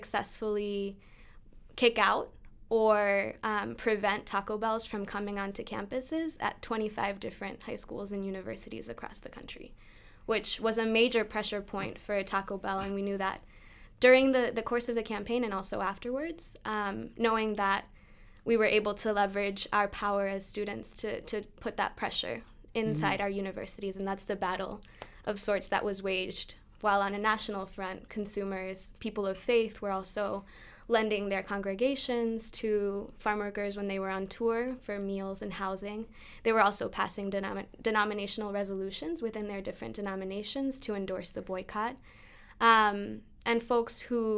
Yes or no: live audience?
no